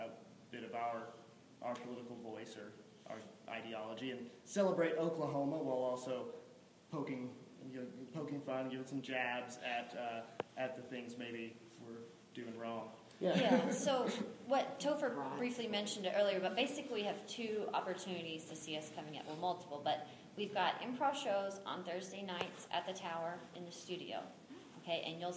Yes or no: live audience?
yes